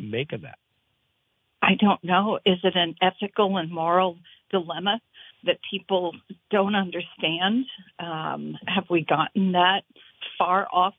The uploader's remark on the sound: Calls from the Audience. Takes your phone calls!